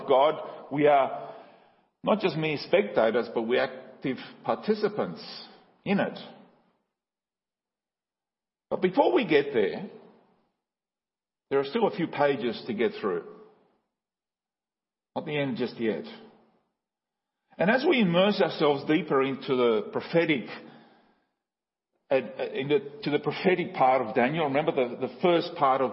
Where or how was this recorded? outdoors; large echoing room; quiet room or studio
large echoing room